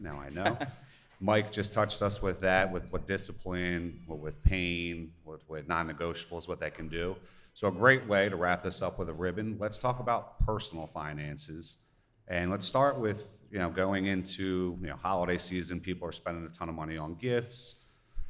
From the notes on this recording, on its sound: The Millennial Outliers Holiday Special - A Live Podcasting Event! The hosts kick off the show by expressing their heartfelt gratitude for the incredible audience and the amazing venue.